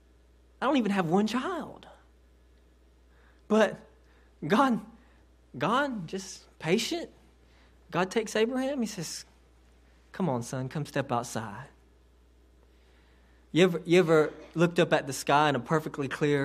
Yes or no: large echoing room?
yes